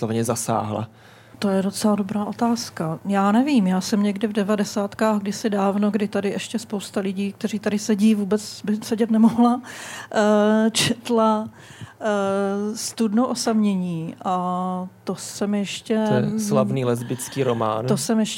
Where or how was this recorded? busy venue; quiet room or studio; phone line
busy venue